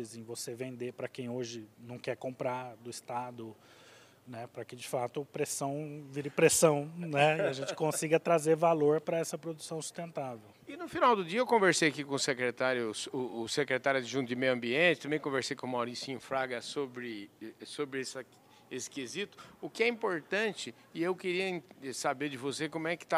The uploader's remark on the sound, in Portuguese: prosa gravada durante o “Diálogos Boi na Linha”, evento promovido pelo Imaflora